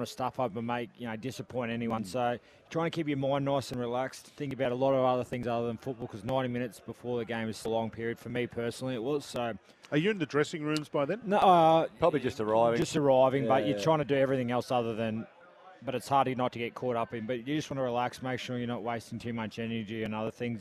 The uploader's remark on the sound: live from the rooftop in Brisbane